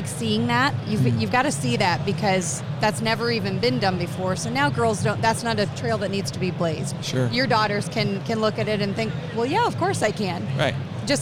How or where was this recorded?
busy venue